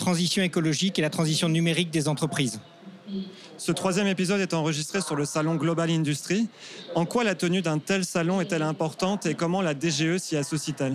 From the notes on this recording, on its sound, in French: Enregistré depuis le salon Global Industrie qui s’est tenu du 17 au 20 mai à Paris. Tous les deux ont ainsi pris place dans le studio d’enregistrement du Hall 5 du Parc des Expositions de Villepinte pour répondre aux questions de notre journaliste.